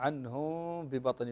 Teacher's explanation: طبعا ملاحظات، عنهم ببطن مكة سبقا ذكرناها أن الميم ساكنة وبعدها الباء حكم الإخفاء الشفوي